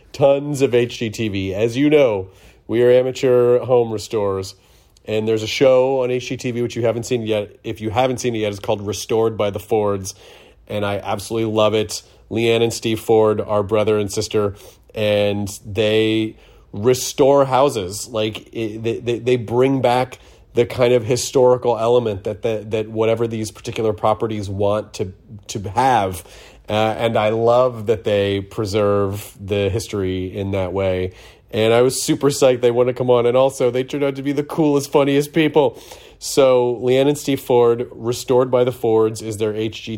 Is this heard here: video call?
no